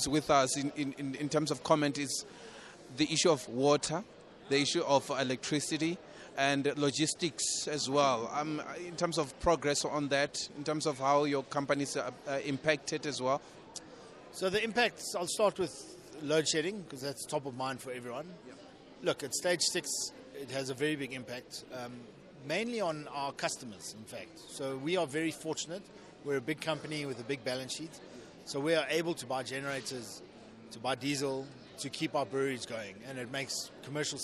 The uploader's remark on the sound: Speaking on the margins of the 5th South Africa Investment Conference in Johannesberg